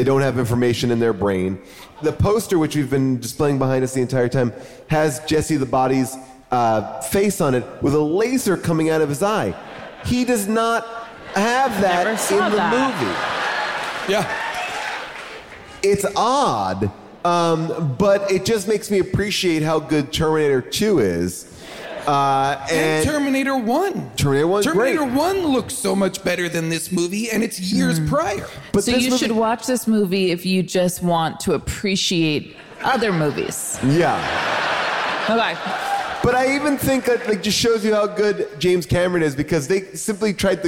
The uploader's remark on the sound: Recorded live from Vancouver